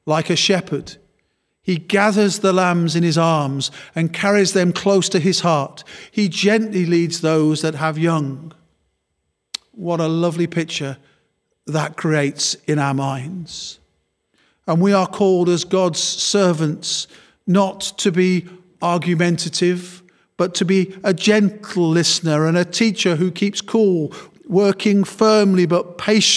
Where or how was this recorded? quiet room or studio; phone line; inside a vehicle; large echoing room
large echoing room